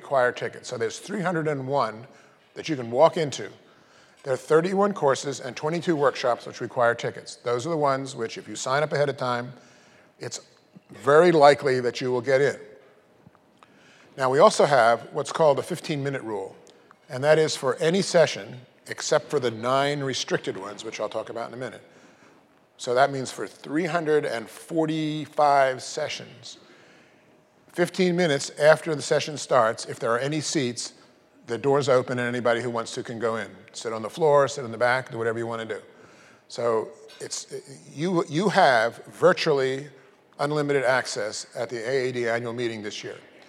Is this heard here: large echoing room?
yes